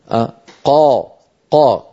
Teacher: الصوت قد استعلى إلى أعلى الفم ولكنه لم ينطبق · Term: المنفتح المستعلي